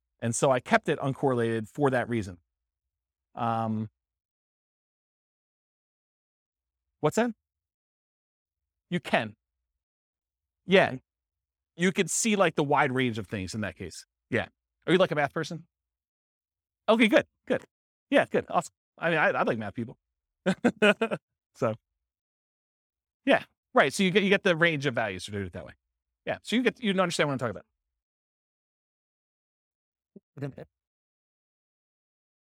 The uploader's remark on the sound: This was a live class recorded